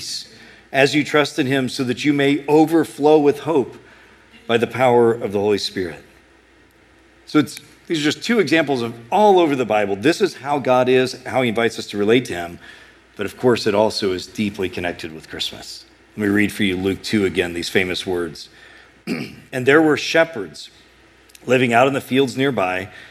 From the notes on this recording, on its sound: A sermon preached at Sojourn East